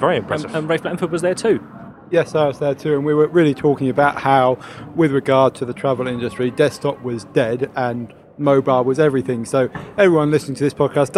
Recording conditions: busy venue